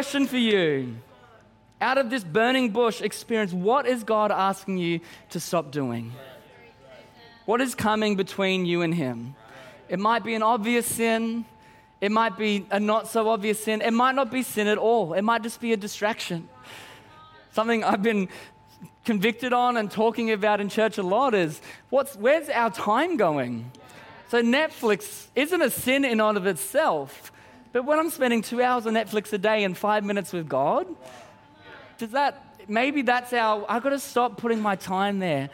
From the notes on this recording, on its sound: Recorded during our 5pm service on Sunday, the 30th of July 2023.